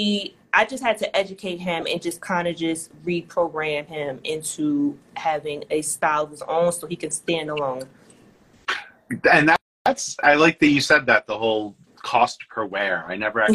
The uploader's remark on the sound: The Conversation Series was held on Instagram Live.